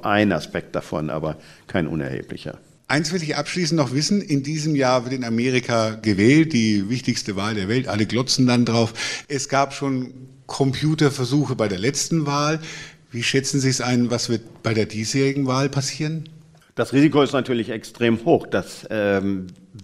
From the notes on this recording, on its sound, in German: Live-Aufzeichnung im Nürnberger Planetarium